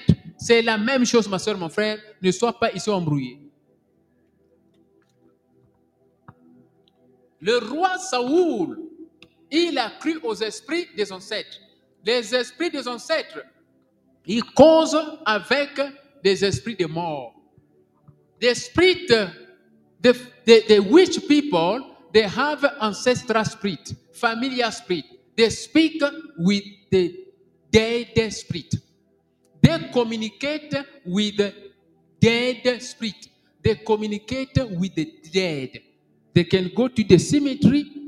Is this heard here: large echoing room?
yes